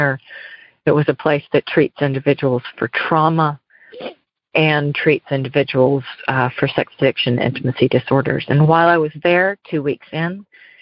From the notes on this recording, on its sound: Noon Phone Speaker Meeting